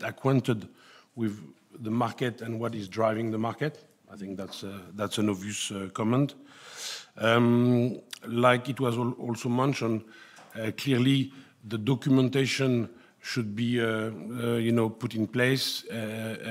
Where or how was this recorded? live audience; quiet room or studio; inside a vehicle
live audience